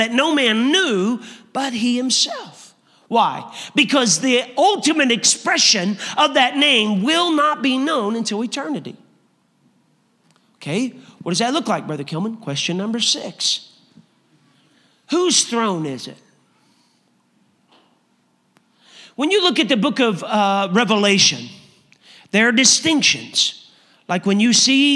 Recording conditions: large echoing room